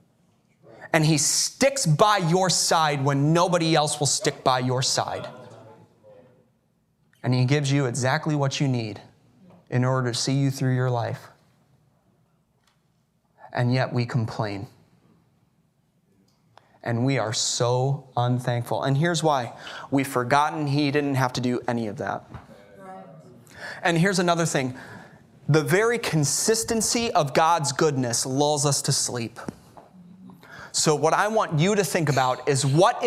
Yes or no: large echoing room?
yes